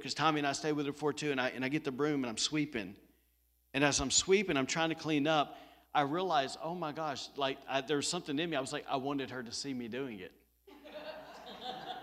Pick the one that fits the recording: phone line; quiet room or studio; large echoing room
large echoing room